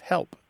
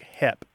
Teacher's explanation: One of the things that happens in part of the American South is people drop their L's in that word. · Shown in: second take · So it sounds more like hep instead of help.